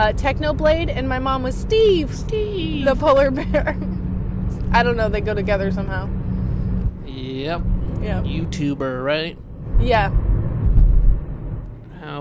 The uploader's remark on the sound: This episode was recorded last minute on the morning before it was scheduled to be released. We bring recording equipment with us as we drive around to get breakfast and run some errands. An experimental car ride edition of the show.